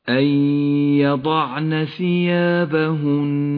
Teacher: حكم الإدغام بغنة في قوله تعالى أن يضعن ثيابهن، تدغم النون الساكنة بحرف الياء فتسقط النون من اللفظ ولذلك لونت بالرمادي، وأما الياء فتغن بمقدار حركتين ولذلك لونت بالأخضر.